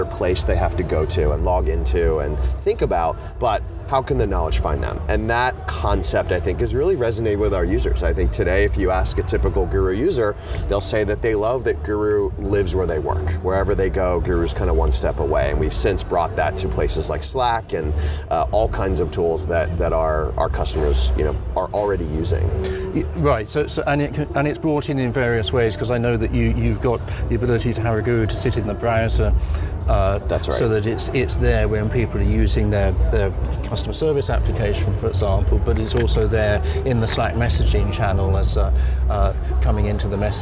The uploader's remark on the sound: while at a Slack event so this one has the added bonus of being set to music